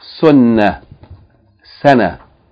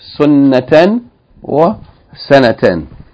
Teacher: If you stop on it, you pronounce the ta marbuta as ha without any vowels. · Shown in: first take